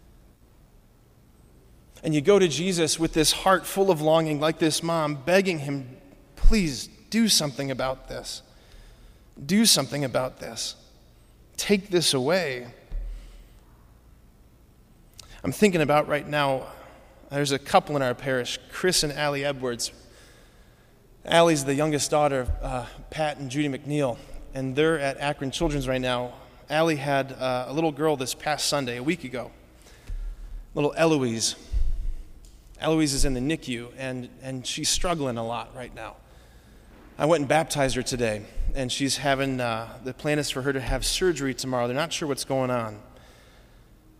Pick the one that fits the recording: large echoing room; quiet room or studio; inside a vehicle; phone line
large echoing room